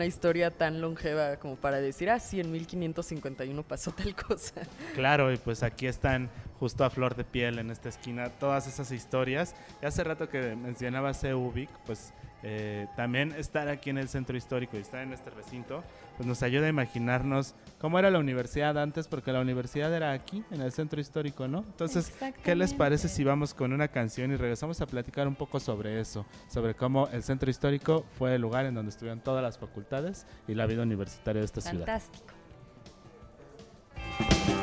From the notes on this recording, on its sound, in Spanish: Transmitimos completamente en vivo desde el Museo UNAM Hoy. Ubicado en la esquina de Seminario y Moneda, justo frente al Palacio Nacional.